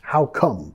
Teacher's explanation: Nota que vamos a bajar de entonación al final. No es how come, más how come.